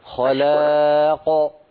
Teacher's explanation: انتبهي إلى تفخيم القاف من خلاق عند الوقف